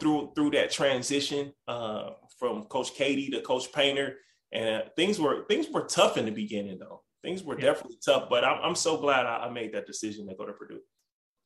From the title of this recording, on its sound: Birthday Zoom